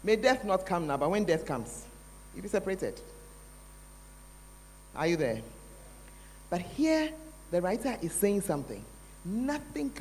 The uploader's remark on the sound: Preached at The Art Of Evangelism Conference